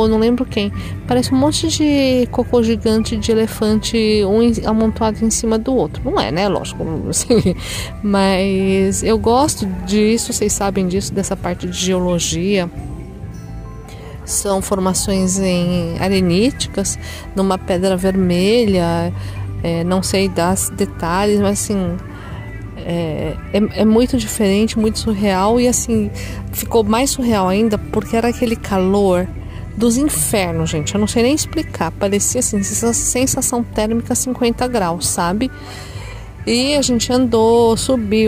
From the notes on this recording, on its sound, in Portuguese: Almas-Serras Gerais-Tocantins. Gravei ao vivo e mesmo com a música de fundo, não deu para disfarçar o som ambiente que tocava no local.